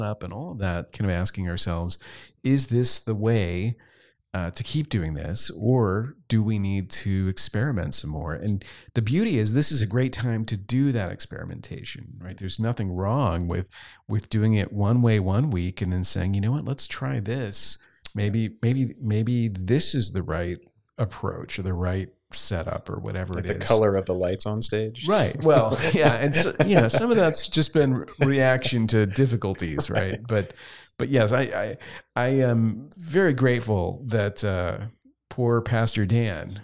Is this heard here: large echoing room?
no